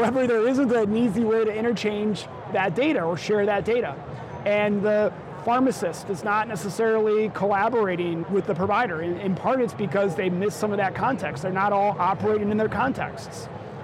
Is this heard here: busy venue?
yes